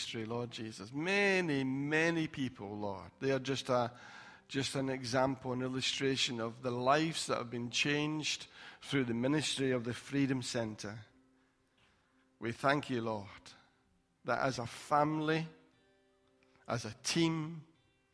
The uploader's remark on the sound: Recorded at freedomcentre church, Preston on Sunday 10th November 2019